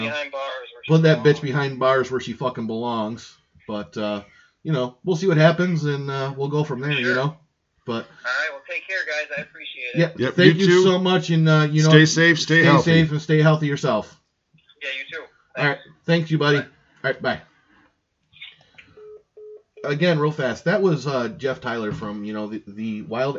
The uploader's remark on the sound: talk with us via telephone